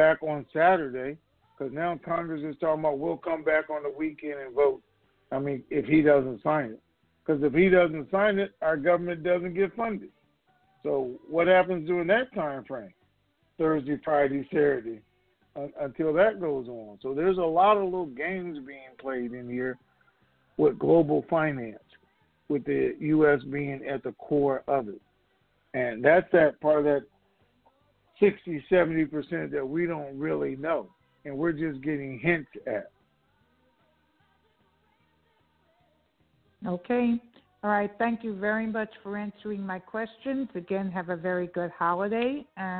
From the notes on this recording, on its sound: TNTSuperfantastic Conference Call